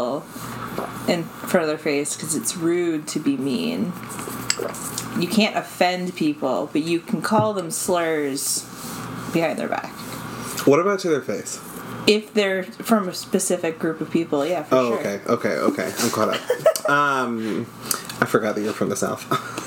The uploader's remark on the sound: It was a warmer day when we recorded so you can hear our AC and we didn't catch it until editing time, so we're sorry for the fan sounds!